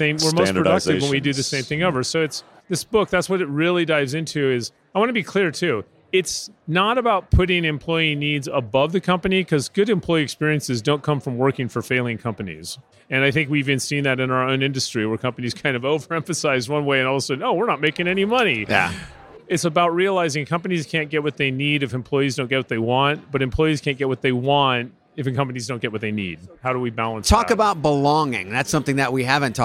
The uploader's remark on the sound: Live from UNLEASH America in Las Vegas